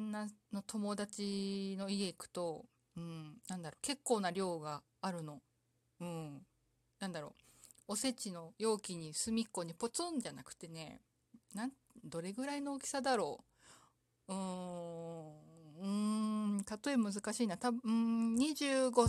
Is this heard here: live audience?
no